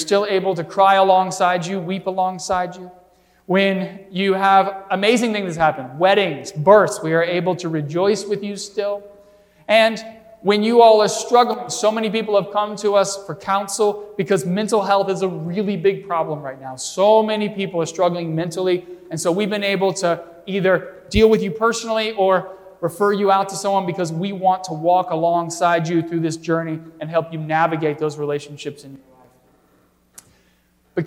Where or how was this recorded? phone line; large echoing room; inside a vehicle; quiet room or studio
large echoing room